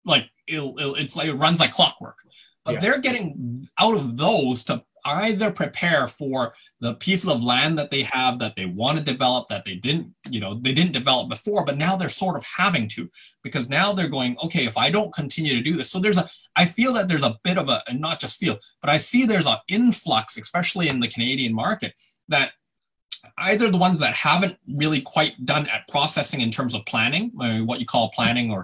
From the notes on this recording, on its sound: some recent facebook live recordings